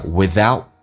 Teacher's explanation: without 的 t 不发音，这叫略音，但是你要到 t 那个方这个发音的时候，气流要阻塞一下。OK，来记下 without，记住舌尖往上齿搭一下，咬舌。